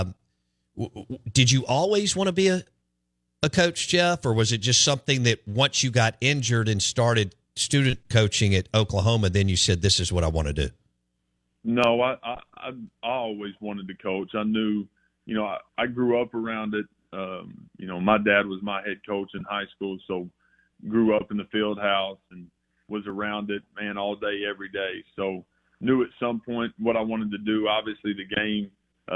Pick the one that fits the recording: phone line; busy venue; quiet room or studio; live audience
phone line